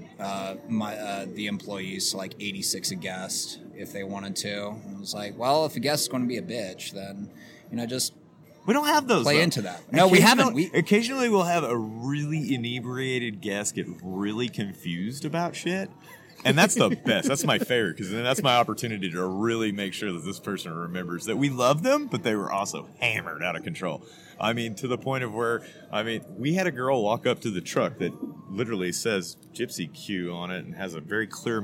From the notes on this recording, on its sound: This was a good one, outside at Improper City. Gypsy Q BBQ Truck.